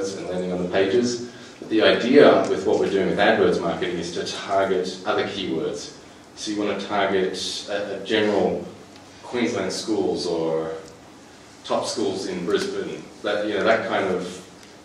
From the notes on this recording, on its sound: In this podcast episode, I show a small snippet from a recent presentation I gave at a schools conference in Queensland.